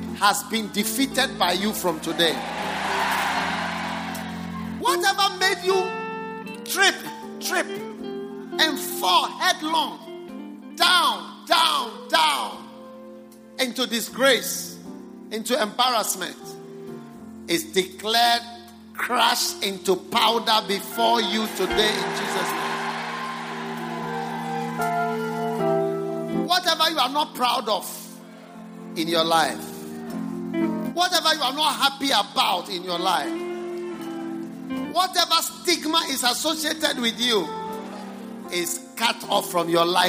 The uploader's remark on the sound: Preached at the First Love Center.